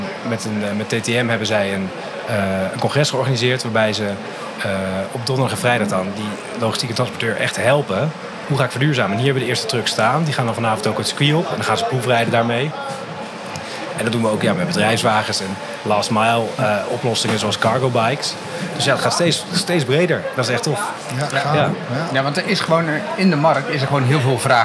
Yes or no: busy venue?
yes